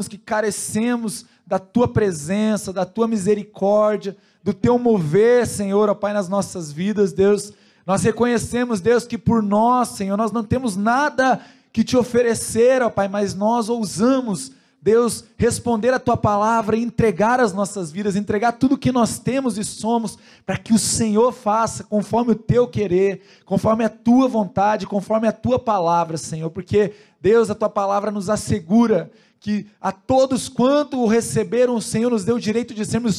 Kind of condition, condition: setting, large echoing room